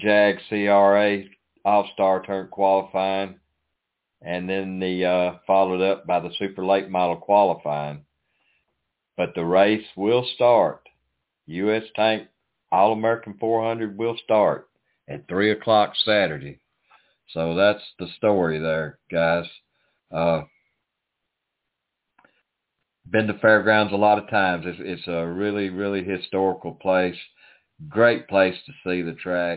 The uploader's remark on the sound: the next guest to call